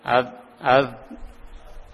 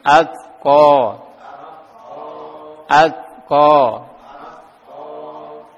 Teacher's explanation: Ada hamesnya, aliran nafas mengalir. Nah, kemudian agak ditahan. Ad, ad, yakni dia mengalir ketika terjadi pantulan pada huruf ta ataupun pada huruf gaf. · Term: hamas